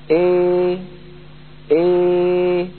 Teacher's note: السفلي، ويستطيع المتكلم أن يفتح فمه ويخفض فكه في آن واحد، فيخرج صوت لا هو بالألف المحضة ولا هو بالياء الخالصة، بل هو صوت مركب من ألف وياء · Term: الإمالة الكبرى